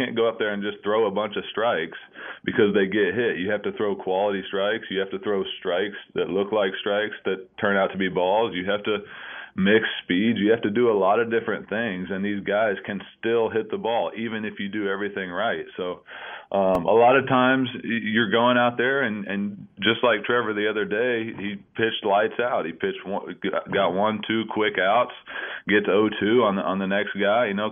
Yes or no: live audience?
no